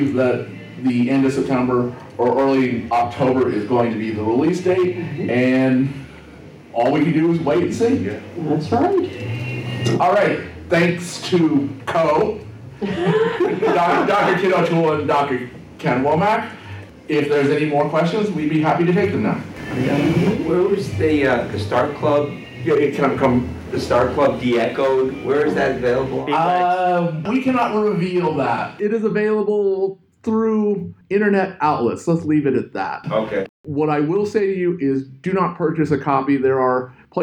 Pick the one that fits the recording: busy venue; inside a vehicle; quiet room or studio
busy venue